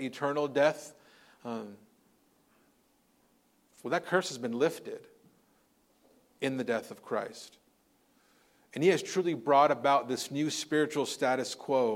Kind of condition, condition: setting, large echoing room